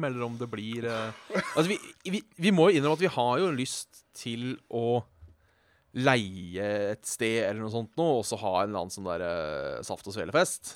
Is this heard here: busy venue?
no